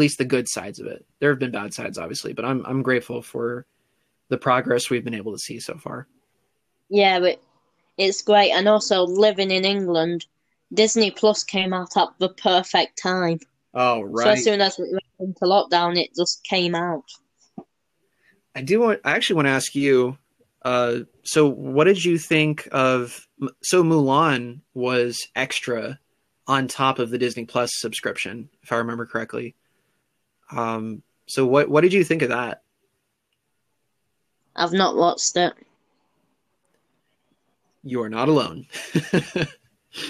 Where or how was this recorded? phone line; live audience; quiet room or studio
quiet room or studio